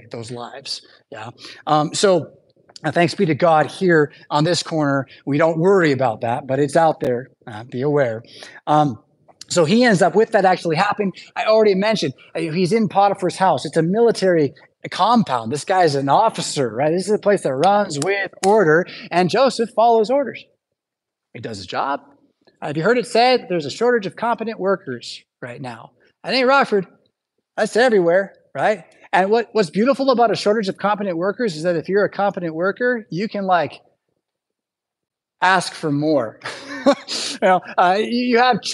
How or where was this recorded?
large echoing room